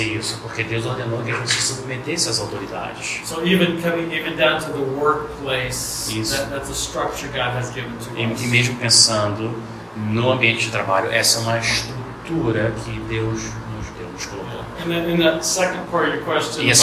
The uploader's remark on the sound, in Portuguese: Audio gravado na Igreja Batista Jardim Minesota.